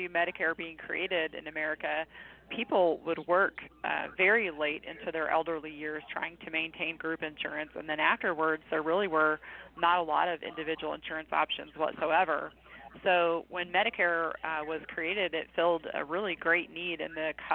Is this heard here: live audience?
no